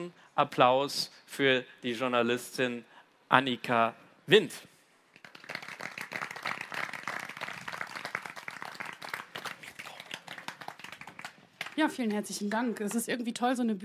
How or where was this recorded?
live audience